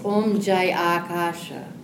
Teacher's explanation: this long A in the front, because the Jaya ends with an A, it blends with that